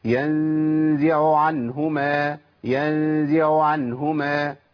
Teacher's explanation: أنا في الأولى العين الأولى بقت باهتة ما كانتش باينة خالص